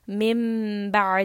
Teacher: So here on the noon there is a small meme. So we are going to change the noon sound to a meme